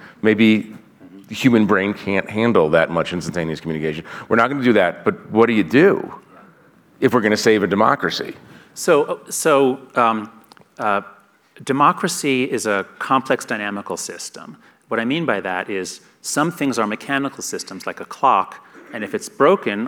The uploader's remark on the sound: In his conversation onstage. At the Aspen Ideas Festival.